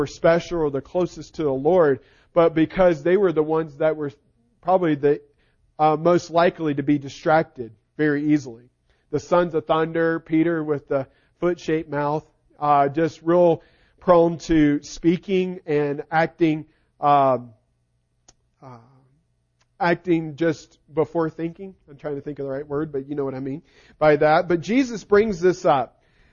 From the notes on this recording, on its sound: Recording of the sermon